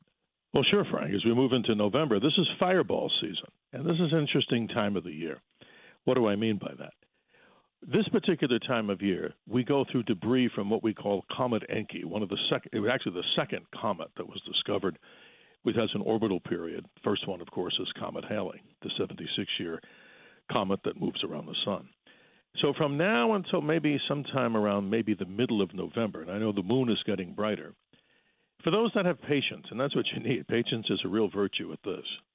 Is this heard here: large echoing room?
no